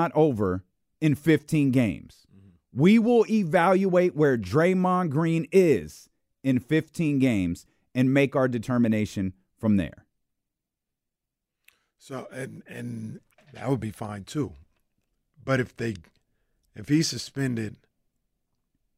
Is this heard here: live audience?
no